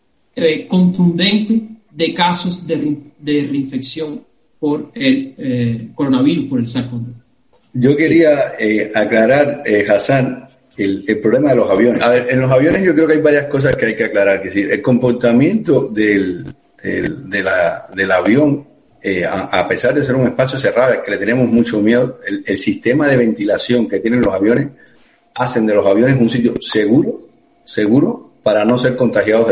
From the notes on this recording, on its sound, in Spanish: Una conversación en vivo. Esta entrevista se realizó el 31 de julio de 2020 en una transmisión en vivo a través de #FacebookLive.